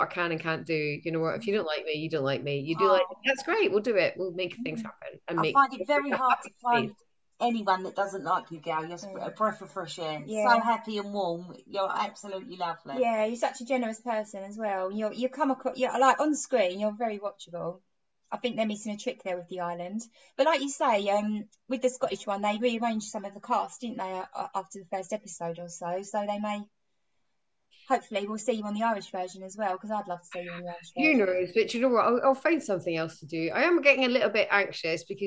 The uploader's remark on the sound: Over Zoom one morning.